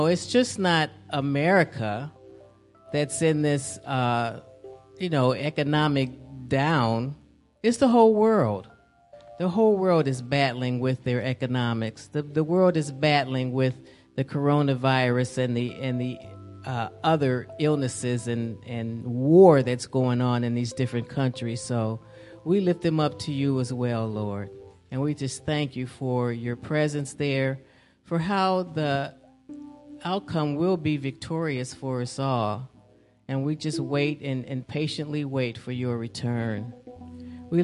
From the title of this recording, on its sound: Celebration Of Praise And Worship Service